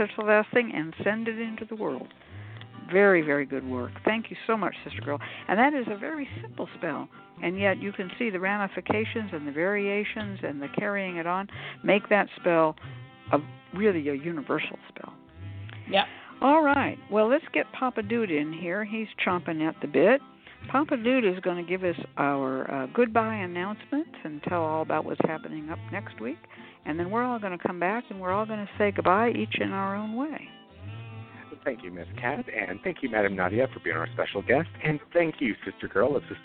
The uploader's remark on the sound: A real, live call-in show. Where the general public gets a chance to ask about actual problems with love, career, and spiritual protection.